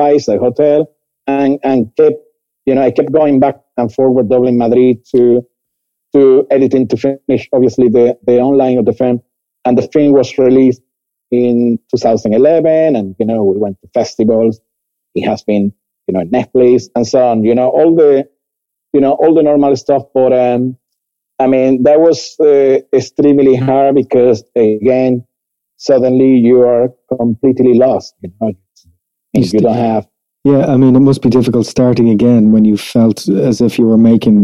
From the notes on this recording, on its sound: Joining us from Seville, Spain on this international flavoured Episode of Fni Wrapchat. Please be patient with the quality of recording as we continue to work remotely.